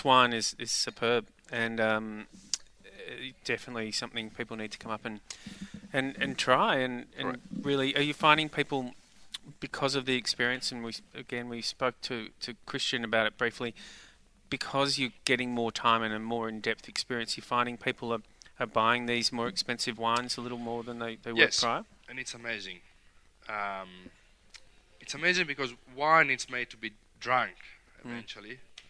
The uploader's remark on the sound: King Valley Outside Broadcast-June 2021